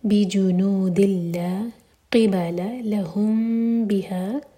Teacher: تو اخفاء شفوی، بجنود لا، دل تنوین کے بعد لام، یہ ادغام بغیر غنہ کے تو نون کی آواز بالکل نہیں آئے گی, بجنود لا قبال لہم بها، لہم بها اخفاء شفوی، ولنخرجنہم